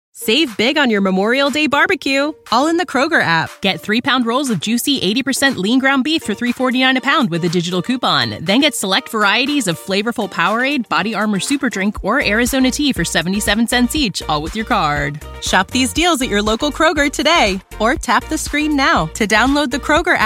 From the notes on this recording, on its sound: This 'cast was recorded at Superstars Writing Seminars